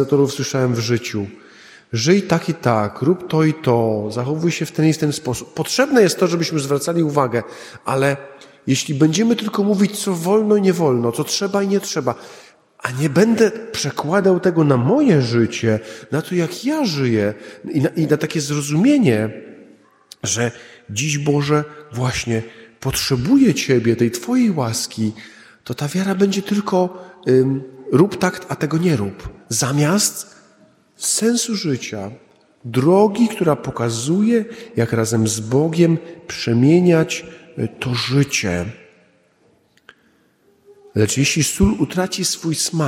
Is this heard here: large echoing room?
yes